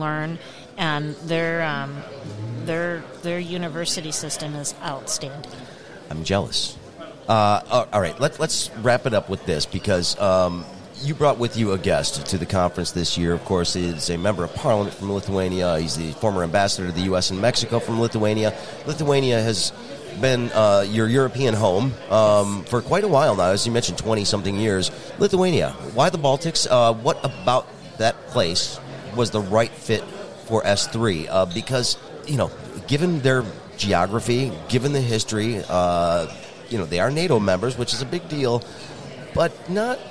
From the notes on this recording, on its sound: The two caught up at the Grand Hotel for the Detroit Regional Chamber's annual Mackinac Policy Conference.